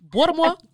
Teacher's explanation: They don't pronounce their T's. They don't pronounce half their syllables · Term: Baltimore accent